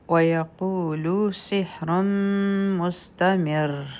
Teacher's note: ویقولو سحر مستمر په را تنوین دی، مخکې میم راغی، دلته به ادغام کوو د غنه سره او په مستمر باندې مونږ ودرېدو، نو دلته کې به را نری ویلی شي ځکه چې په را به سکون ولګي او د دې نه مخکې چې کوم میم دی هغې د لاندې کسره ده، نو دا را به نری ویلی کیږي.